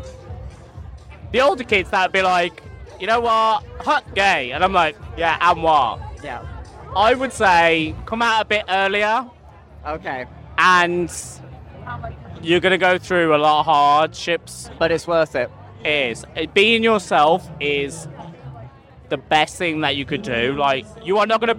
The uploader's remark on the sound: Recorded LIVE at the highlight of our year- Chester Pride 2023!